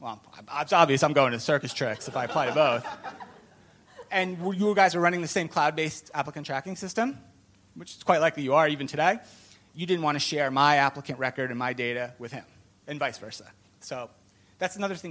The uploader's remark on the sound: Recorded live at Ultimate Software Connections 2020 and in front of live audience of CHROs and Senior HR leaders.